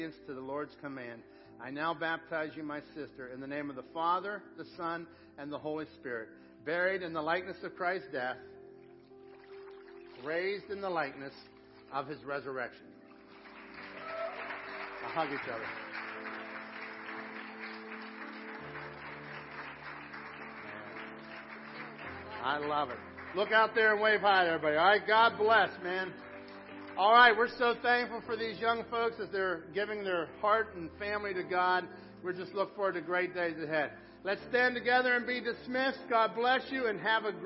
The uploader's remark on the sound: Crossroad Ministries Live Service